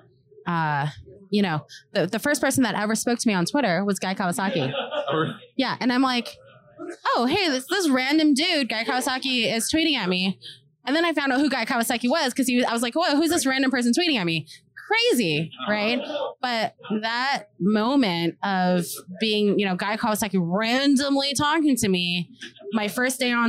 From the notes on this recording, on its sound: Still at RxJS Live. Interviewing speakers at RxJS Live.